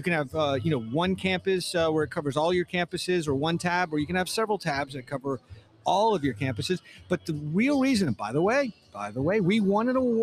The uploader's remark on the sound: This episode was recorded LIVE at Ellucian's #eLIVE23 conference in New Orleans!